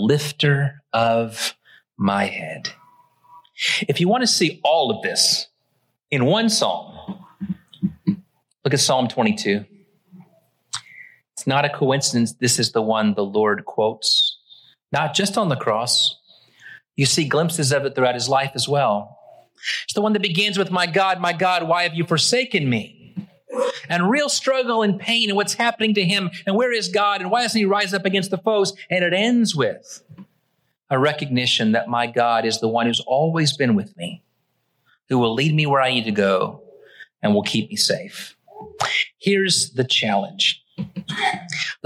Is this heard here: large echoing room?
yes